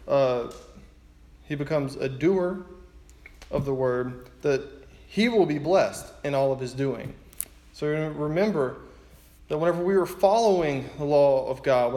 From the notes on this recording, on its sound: preaching at his church